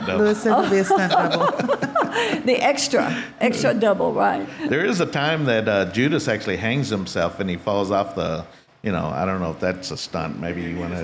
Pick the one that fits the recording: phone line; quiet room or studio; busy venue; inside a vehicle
busy venue